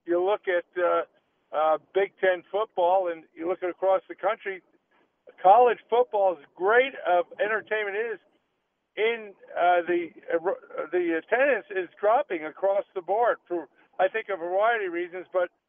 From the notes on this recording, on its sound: the guys take your phone calls throughout the hour